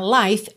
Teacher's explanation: Life, L-I-F-E, esse I também é o I longo aberto, com som de ditongo, aí, tá? Life, termina no som do F e o E final não é pronunciado, tá?